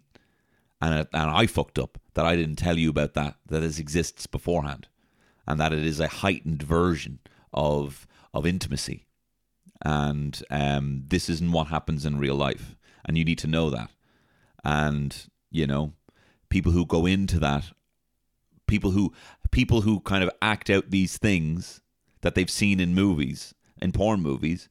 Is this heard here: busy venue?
no